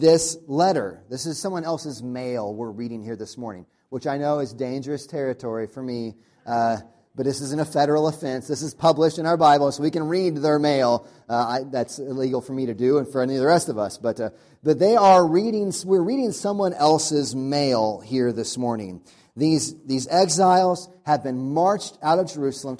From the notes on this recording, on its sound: Audio from sermon on first Sunday of Advent.